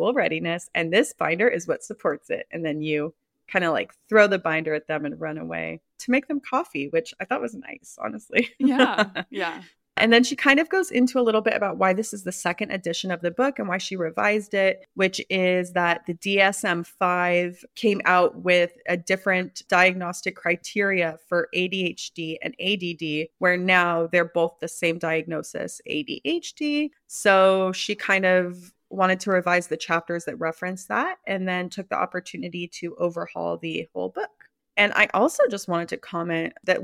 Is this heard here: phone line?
no